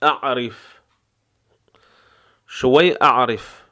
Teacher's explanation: عین از وسط حلق نرم و غلیظ